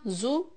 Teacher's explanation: زاي with the ضمة، زو، rounded lips. لام سكون، straight lips.